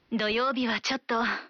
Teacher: इसकी अंतिम ध्वनि को लंबा खींचते हुए हल्की आवाज में बोलने का भाव है कि आप हिचकते हुए मना कर रहे हैं।